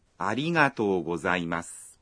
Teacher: En disant « arigato », vous allongez la voyelle O dans « to ».